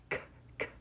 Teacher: So we start with the back of our tongue up on the soft palate, the velum. This is a velar stop. It's unvoiced.